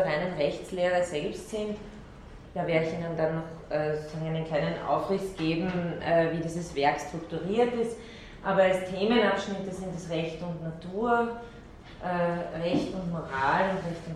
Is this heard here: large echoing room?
yes